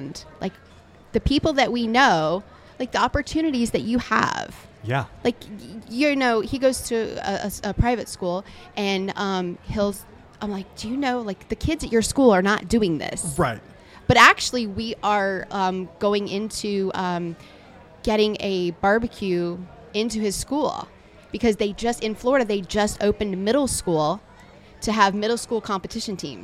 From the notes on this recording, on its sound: Live From The Jack Daniels BBQ Championship. At the Jack Daniel's World Championship BBQ Invitational.